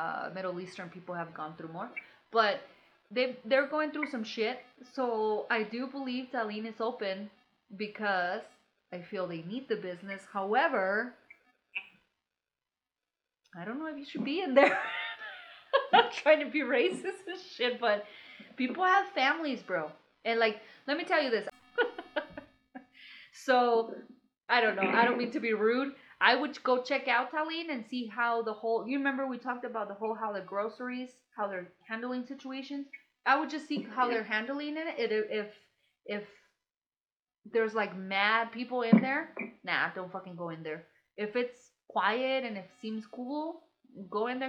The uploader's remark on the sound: We are doing the best we can with social distancing, sounds not the best, situation is not the greatest, we will figure this out.